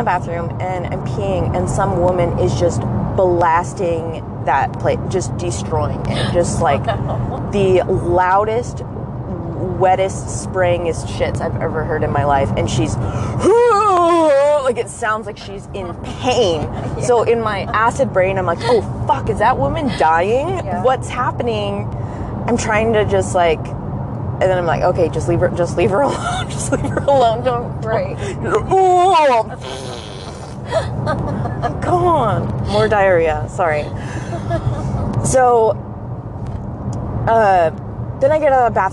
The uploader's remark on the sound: We are so sorry it was recorded in a car. This was our very first recording experience, and we were slightly hungover...